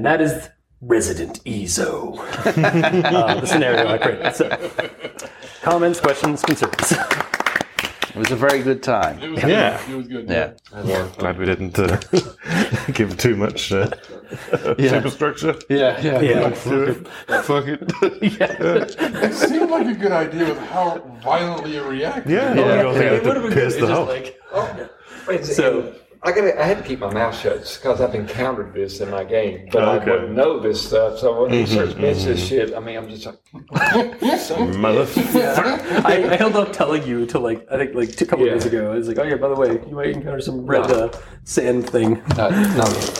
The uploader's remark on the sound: This is a one-shot recorded at GenCon 2022